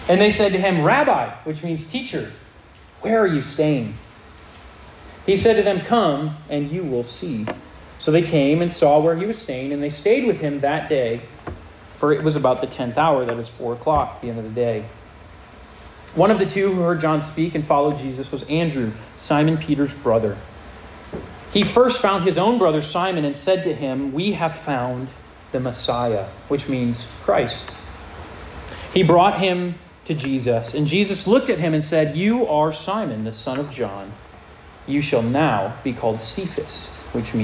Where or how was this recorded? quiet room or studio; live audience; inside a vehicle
live audience